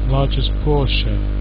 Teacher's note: shun, without vowel sound.